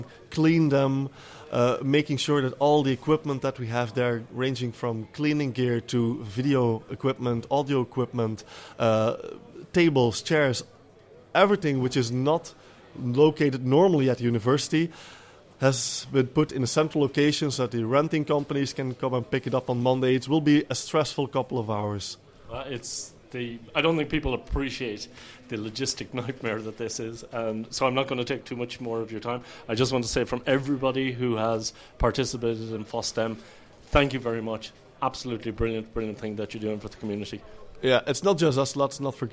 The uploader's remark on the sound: The following are a series of interviews recorded at FOSDEM 2014.